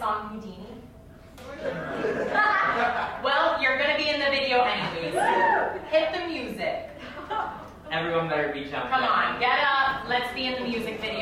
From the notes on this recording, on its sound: In front of a live audience in the theater.